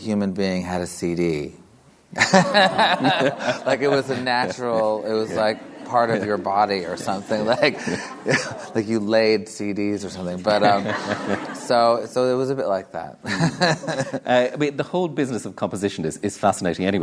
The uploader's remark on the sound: In the Model Arts Centre, Sligo, as part of Sligo Live 2015 in assocation with the US Embassy's Creative Minds Series.